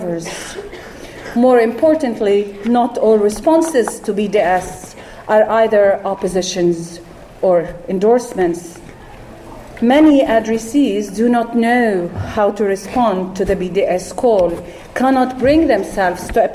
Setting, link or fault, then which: setting, live audience